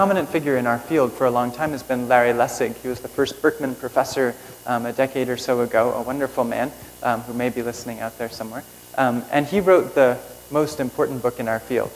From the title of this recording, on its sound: Keynote at Internet & Society 2007